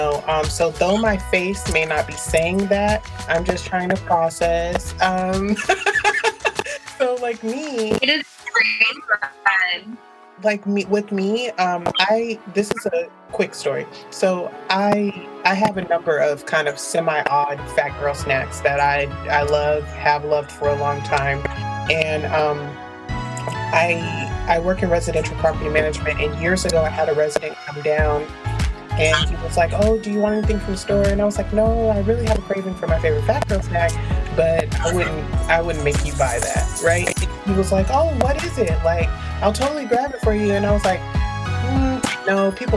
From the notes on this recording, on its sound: Please excuse the microphone pops.